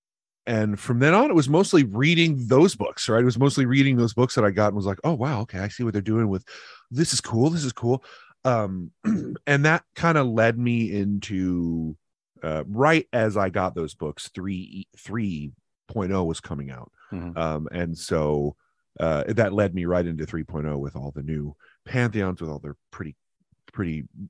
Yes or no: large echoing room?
no